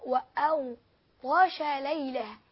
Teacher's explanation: الغين مفخمة. الطاء مفخمة.